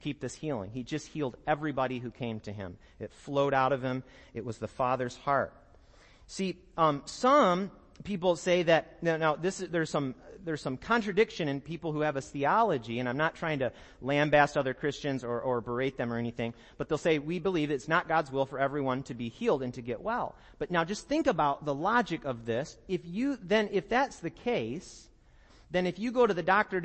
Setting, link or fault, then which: setting, large echoing room